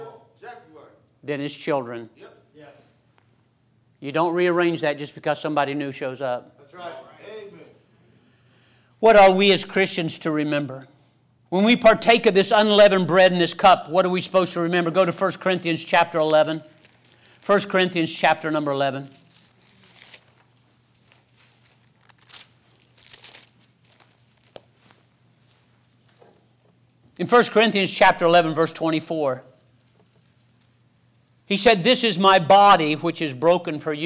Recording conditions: large echoing room